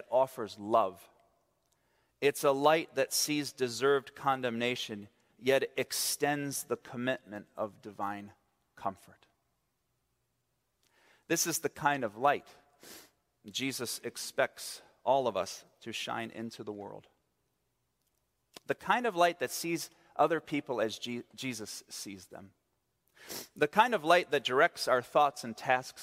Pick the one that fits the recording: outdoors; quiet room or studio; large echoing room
large echoing room